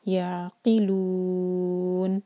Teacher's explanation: उम्यूं फ़हुम ला याक़िलून, ला दो हरका और आइन पर थोड़ा सा टाइम और झटका नहीं हो, ला याक़िलून, सुकून के बाद क़ाफ़, तो क़ाफ़ पर ज़ोर और आखिर में नून का साइन साउंड क्लियर, याक़िलून, लू चार हरका लंबा करेंगे, यह है मद अरद लिस्सुकून